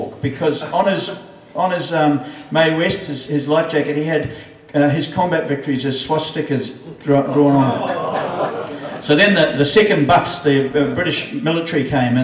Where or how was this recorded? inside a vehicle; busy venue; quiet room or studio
busy venue